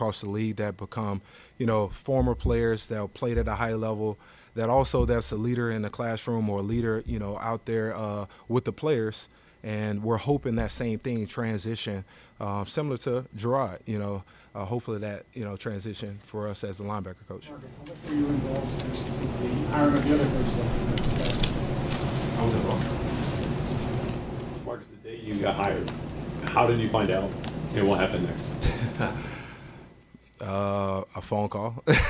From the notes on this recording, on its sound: addresses the media during his press conference at Gillette Stadium on Wednesday, February 21, 2024